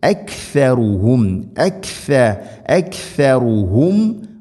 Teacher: അക്ഷ, അക്ഷ, ഷ ഉച്ചരിക്കുന്ന സമയത്ത് നാവിൻ്റെ അറ്റം മുൻപല്ലുകളുടെ ഇരുനിരകൾക്കിടയിലൂടെ അല്പം പുറത്തോട്ട് വരണം, വളരെ നേരിയ തോതിൽ, ദാലിനേക്കാൾ കൂടുതൽ.